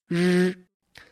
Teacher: 它叫做卷舌音，和翘舌音略有区别。舌头呢更加地往后面卷